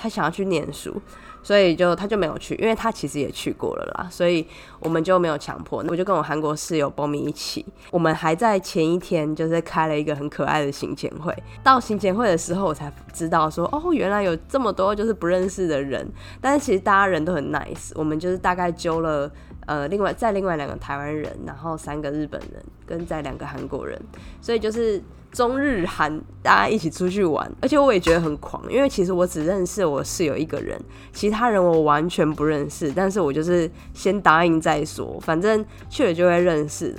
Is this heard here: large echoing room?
no